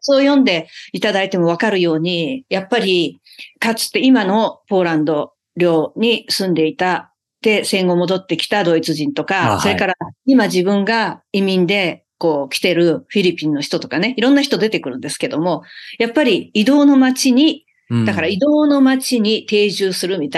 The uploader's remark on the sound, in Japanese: 2023年10月オンライン取材